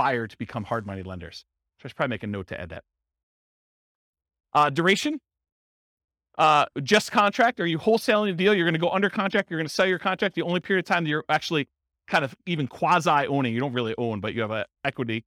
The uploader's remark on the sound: This was a live class recorded